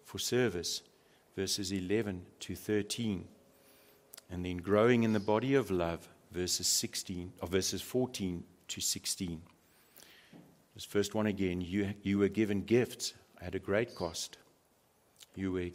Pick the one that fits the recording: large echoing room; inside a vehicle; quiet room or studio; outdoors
large echoing room